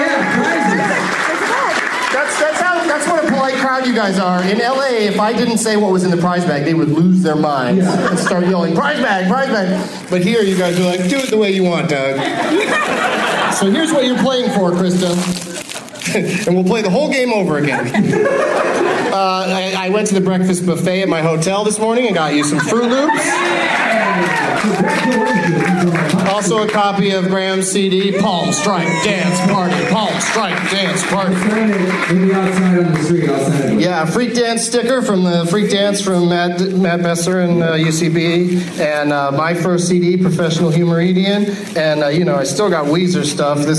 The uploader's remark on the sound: Against audience members at Zanies Comedy Club in Nashville, TN.